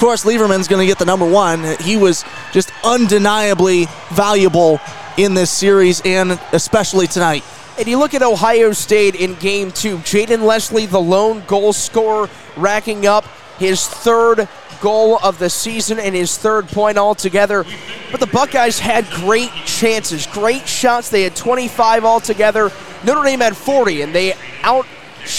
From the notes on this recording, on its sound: live from the Compton Family Ice Arena in South Bend, Indiana.